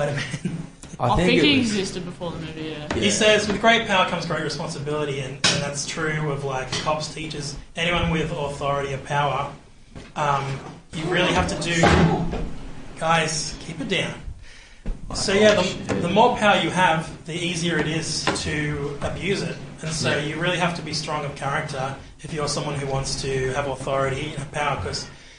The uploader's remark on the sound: LIVE SCHOOL SESSION